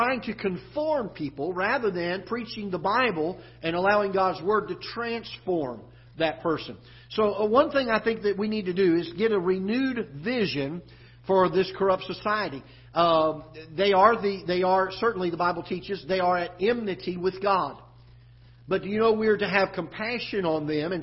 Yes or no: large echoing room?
yes